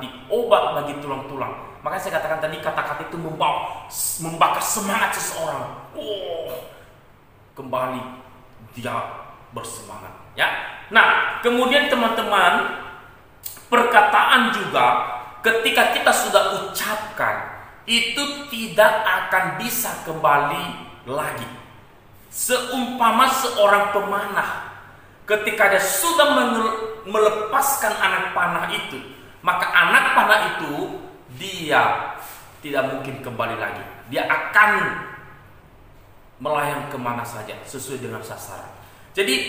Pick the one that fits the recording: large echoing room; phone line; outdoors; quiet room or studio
large echoing room